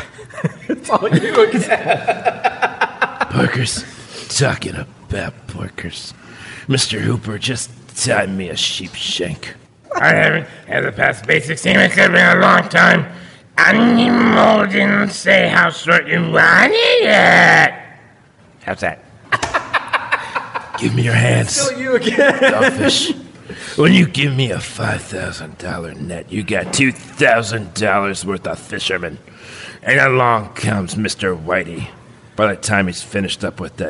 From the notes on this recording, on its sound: live at the West Grandview Fringe festival